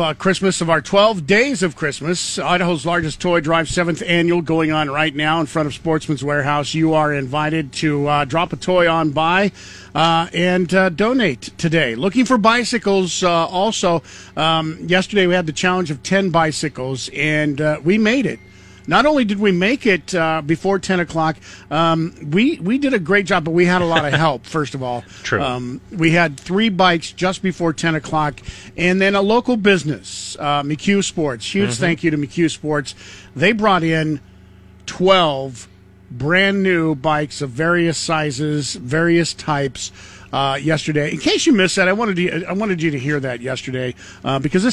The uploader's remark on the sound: LIVE from the TOY DRIVE